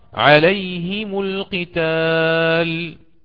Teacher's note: دائما نحن على نفس الكلمة، بعد ميم الجمع هناك همزة وصل، حينها كسر الإمام قالون الهاء وضم الميم إن كانت مسبوقة بياء ساكنة. الياء الساكنة هذه إما أن تكون حرف لين أو أن تكون حرف مد.